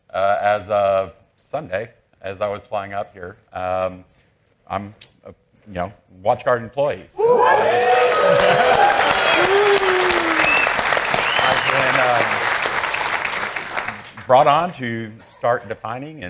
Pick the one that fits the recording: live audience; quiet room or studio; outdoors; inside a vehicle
live audience